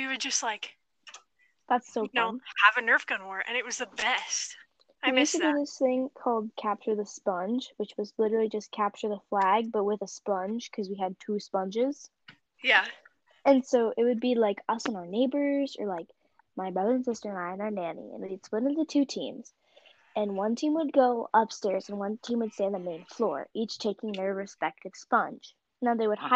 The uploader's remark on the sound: thats sounds so bad